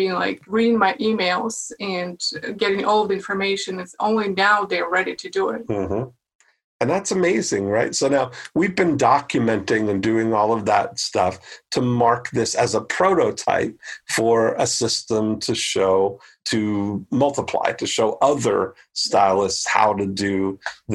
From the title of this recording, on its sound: The SECOND Ever ILM Zoom Meetup